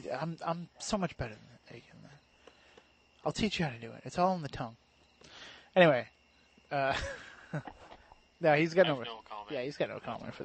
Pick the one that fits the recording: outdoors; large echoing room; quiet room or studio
outdoors